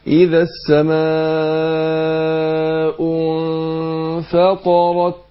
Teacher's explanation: الفاء بتخرج من بطن الشفه السفلى مع الثنايا العليا السنتين دول لفوق · Term: الاخفاء